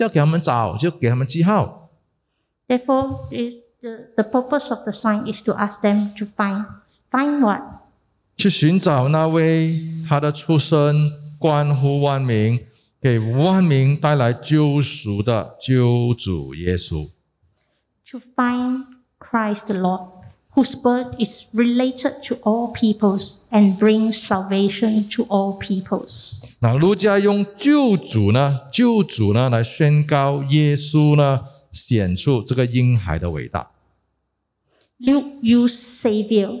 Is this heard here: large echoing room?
yes